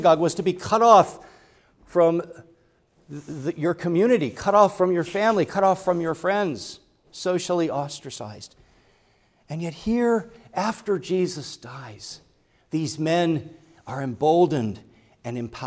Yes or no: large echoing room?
yes